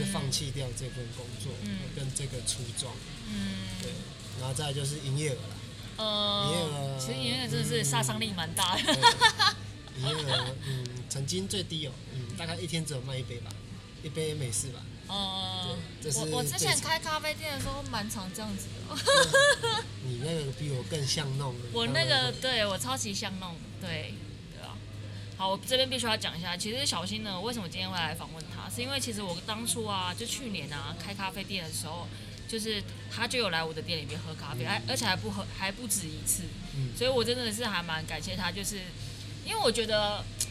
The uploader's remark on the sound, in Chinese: 位在信義區市政府站，「CAFE Start 」咖啡外帶店。這集節目我嘗試了在咖啡店裡面錄製。第一次做了這個小嘗試，原本期待有自然的咖啡廳環境音應該還不錯！但實際上錄製的音質的確有點“超乎我的預期”啊…（笑）。